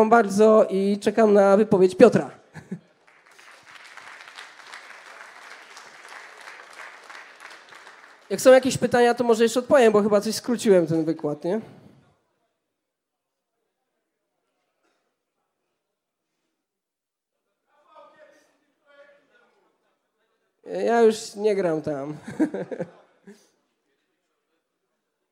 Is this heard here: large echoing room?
yes